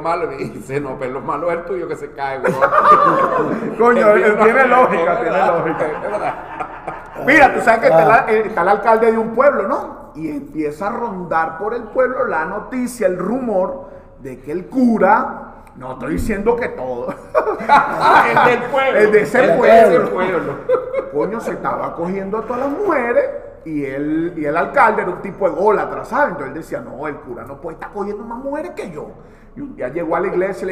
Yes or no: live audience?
yes